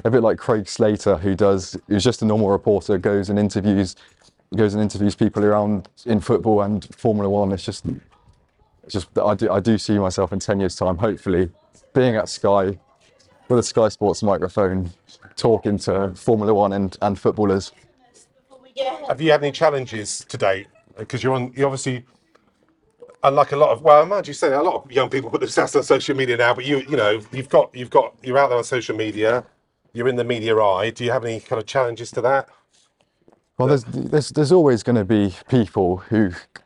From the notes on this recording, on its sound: Outside Exeter Cathedral for a chat. Recorded in Exeter, Devon.